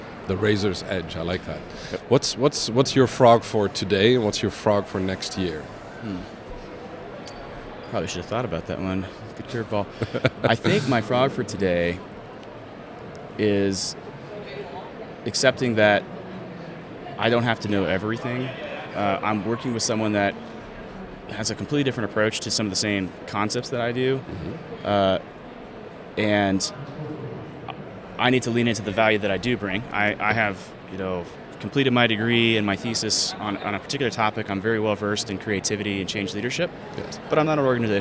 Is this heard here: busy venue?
yes